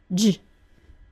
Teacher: The final part of the J sound, j, is like a ZH sound.